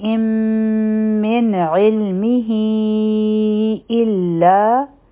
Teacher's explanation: څلور حرکا اوږدوو ځکه چې دا مدی صله صغرا وو لیکن مخکې همزه راغی نو دا په مدی صله کبرا کې بدل شو د دې مقدار به څلور حرکا وي